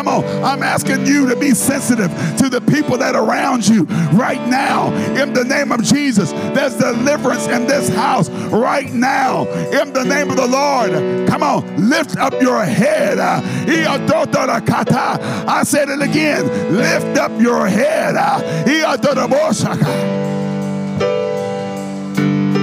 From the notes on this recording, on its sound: a service recording from Connect Point UPC